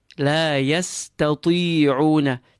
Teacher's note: Seen empty, ta empty, ta completely full, even though it has a kasra. Ayn felt from the center of your throat.